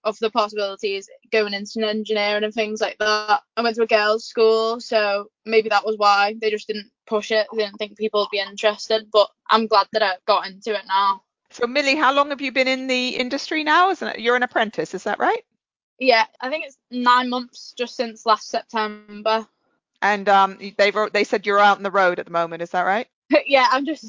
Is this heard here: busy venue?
no